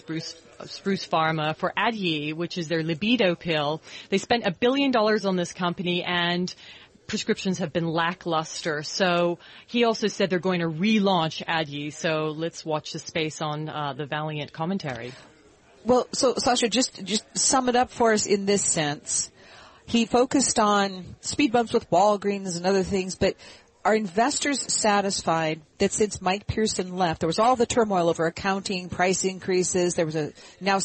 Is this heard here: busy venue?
yes